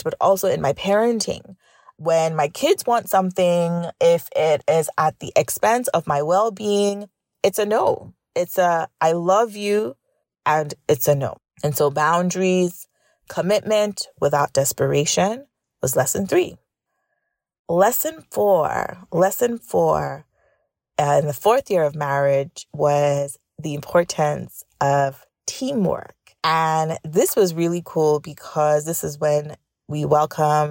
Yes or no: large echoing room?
no